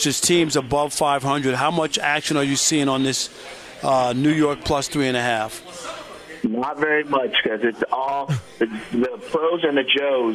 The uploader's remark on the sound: live from The Breeders' Cup at Santa Anita Park in Arcadia, CA!